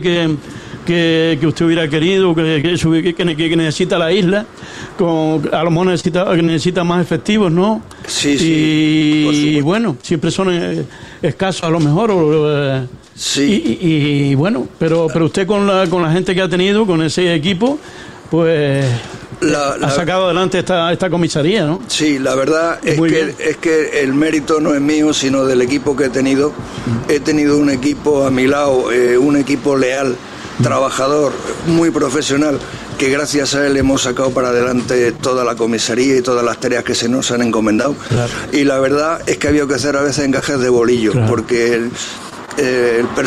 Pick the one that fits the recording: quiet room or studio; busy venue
busy venue